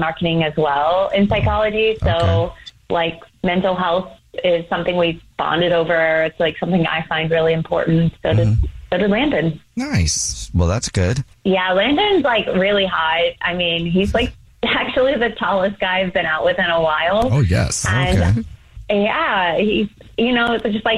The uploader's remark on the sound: We get that other person on the phone